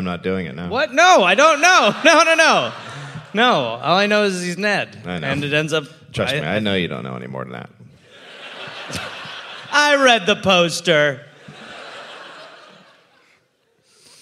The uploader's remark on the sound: Recorded live in Perth, Australia.